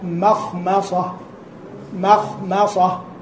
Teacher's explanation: ترقق الميم والميم الثانية يعني تحتاج إلى عناية أكثر من الأولى